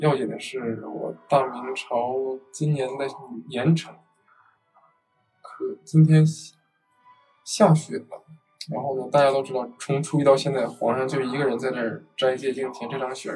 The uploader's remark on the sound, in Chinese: 另外，这是我们第一次在现场录制节目，周边环境静音可能不够理想，所以后期降噪有些用力过猛，大家敬请谅解。